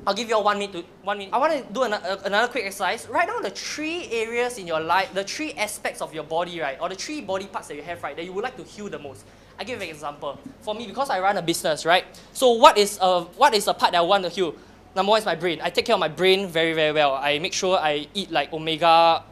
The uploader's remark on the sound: Keynote for Rev22's 7th Anniversary